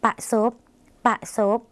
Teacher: รอเรือที่เป็นเสียงควบกล้ำในภาษาลาวไม่มีนะคะ รอเรือที่เป็นเสียงควบกล้ำในภาษาลาวไม่มีค่ะเราจึงตัดออกค่ะเมื่อเป็นภาษาลาวจึงตัดรอเรือค่ะเหลือแต่สระอะค่ะปอป๋าค่ะ